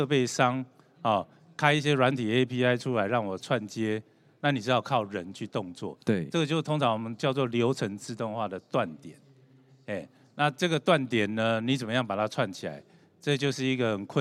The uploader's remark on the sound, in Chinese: 本集節目於2022年「台灣國際智慧製造系統整合展（TIIM）」展期間錄製